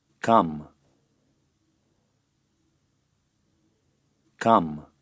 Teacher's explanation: Come. Note that the Albanian letter K is less forcefully pronounced than the English K